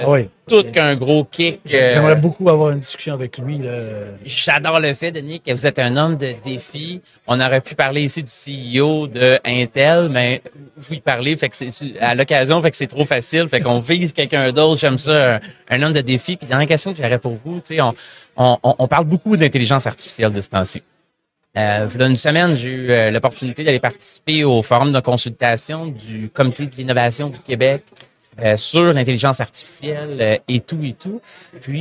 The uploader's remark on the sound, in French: En direct du Hardtech à Toronto